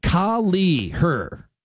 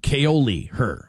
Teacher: And then, no big deal, Ox, but it's pronounced Kali her, not Kaoli her, apparently. So Kali, equal emphasis on both syllables. · Shown in: first take